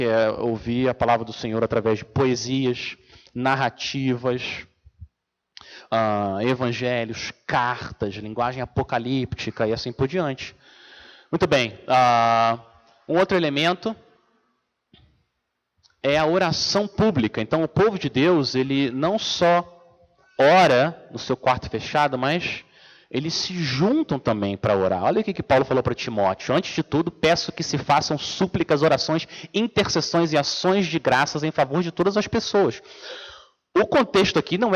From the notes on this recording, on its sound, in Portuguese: Mensagem gravada na Igreja Batista Jardim Minesota